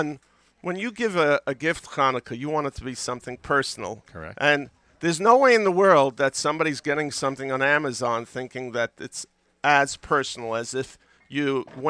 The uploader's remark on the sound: Live Remote Alert! From The Kitchen Clique in Brooklyn, NY. Head to The Kitchen Clique in Brooklyn (3009 Ave L) for a special extended pre-Chanukah Thursday Live Lunch.